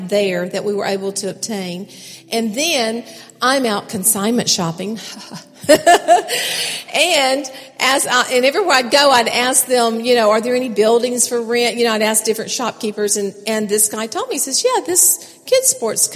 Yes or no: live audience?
yes